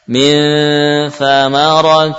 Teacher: Kurang lebih ujung lidah mendekati ujung gigi.